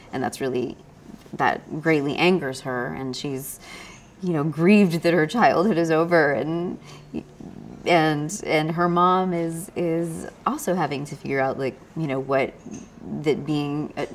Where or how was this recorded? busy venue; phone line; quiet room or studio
busy venue